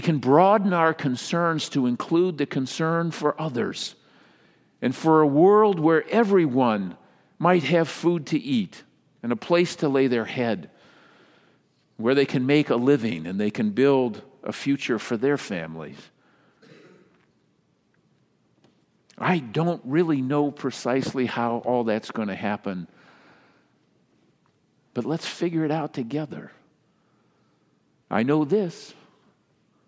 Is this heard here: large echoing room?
yes